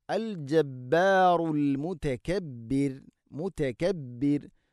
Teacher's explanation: അൽ അസീസുൽ, അൽ അസീസുൽ ജബ്ബാറുൽ മുതകബ്ബിർ, മുതകബ്ബിർ എന്നല്ല, വഖഫ് ചെയ്യുമ്പോൾ മുതകബ്ബിർ, മുതകബ്ബിർ. റാഇനെ തർഖീഖ് ചെയ്യണം, നേർപ്പിച്ചുകൊണ്ട് ഉച്ചരിക്കണം